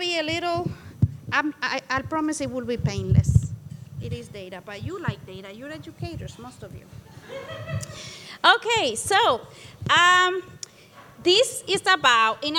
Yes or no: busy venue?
yes